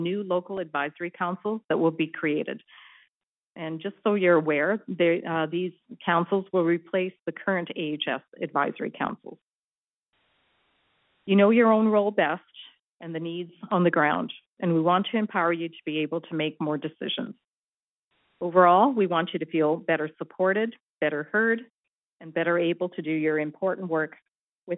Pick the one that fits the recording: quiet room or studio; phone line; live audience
phone line